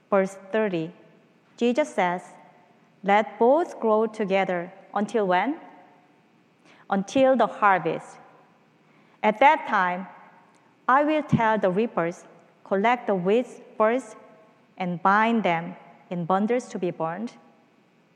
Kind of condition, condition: setting, large echoing room